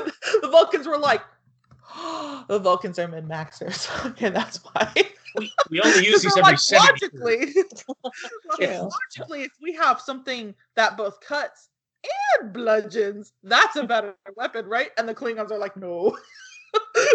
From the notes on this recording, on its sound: While we are socially distancing due to COVID-19, the audio quality of the show may be a little haphazard.